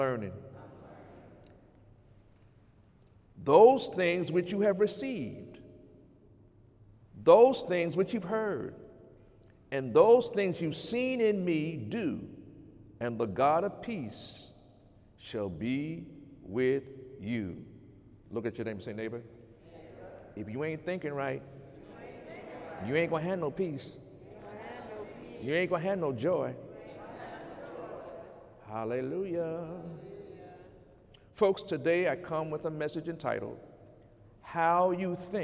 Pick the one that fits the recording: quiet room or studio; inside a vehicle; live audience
live audience